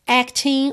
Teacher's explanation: o G final não é pronunciado